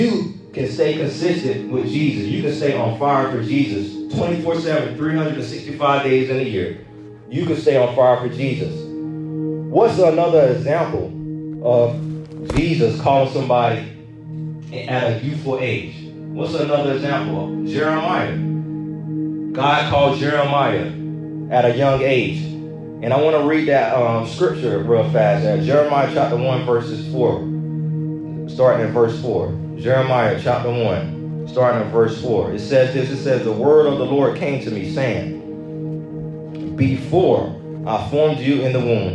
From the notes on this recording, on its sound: This is a recorded message. Preached at a youth service for a church in Hurst, Texas.